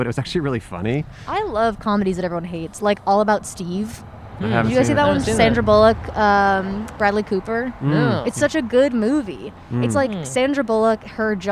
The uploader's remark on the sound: Recorded on 3/13/21 on Hollywood Blvd in Los Angeles.